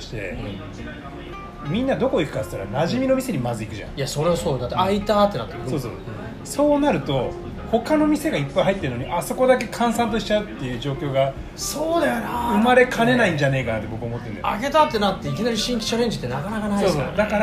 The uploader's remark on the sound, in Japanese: 薫り豊かなお店でお届け